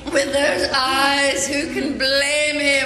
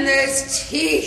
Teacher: the syllables, get drawn out, like the way you say eyes, blame, even teeth